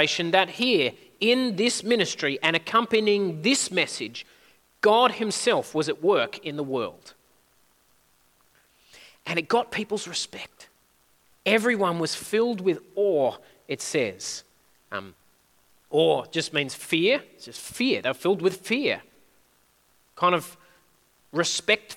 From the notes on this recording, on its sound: At a Church in the Graveyard service.